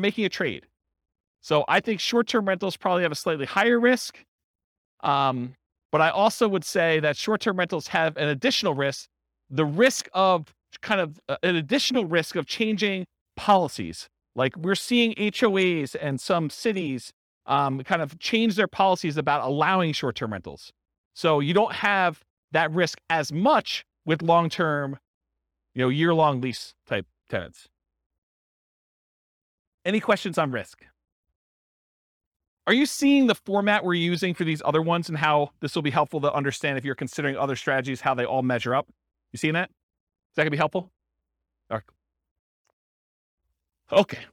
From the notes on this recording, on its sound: This was a live class recorded to give investors a solid overview of the buy and hold real estate investing strategy including short-term rentals.